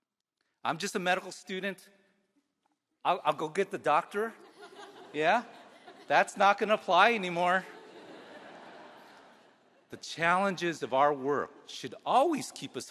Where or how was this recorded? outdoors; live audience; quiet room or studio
live audience